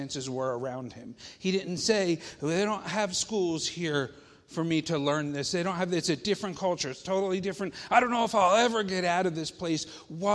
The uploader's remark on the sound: Faith Baptist Church in Hamilton, NJ.